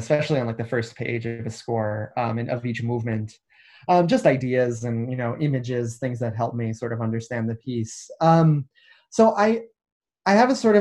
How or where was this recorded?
video call